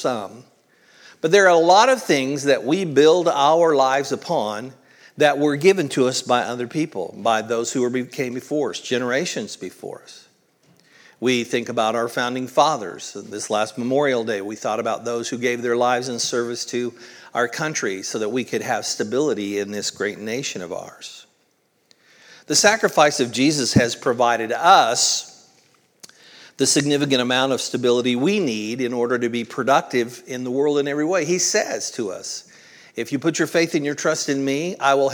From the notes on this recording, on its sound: originally recorded at Palestine Church of Christ on June 4th, 2023.